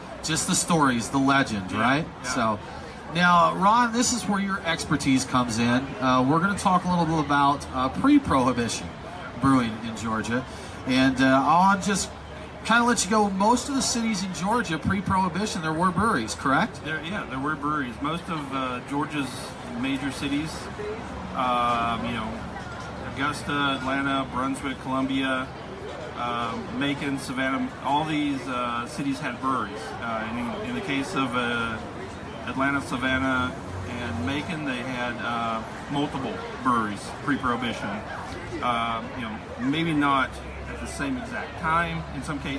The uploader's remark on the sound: sit down with us at the 2018 Roswell Beer Festival